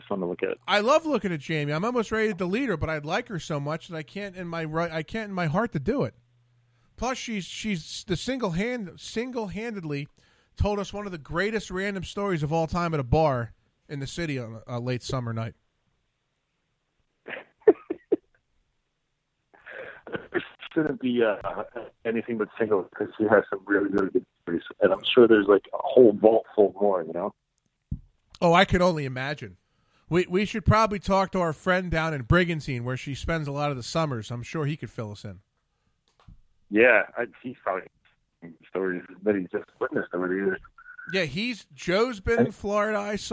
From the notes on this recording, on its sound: He had some down time while he was in port to call in from California.